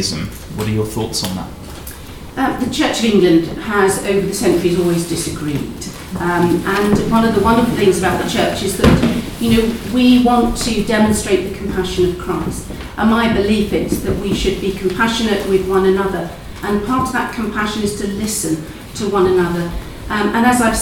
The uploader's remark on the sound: At a press conference at St Paul's Cathedral this morning.